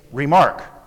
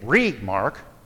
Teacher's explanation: For example, the word remark consists of two syllables. Re is the unstressed syllable with weaker emphasis, while mark is stressed with a stronger emphasis. · Shown in: first take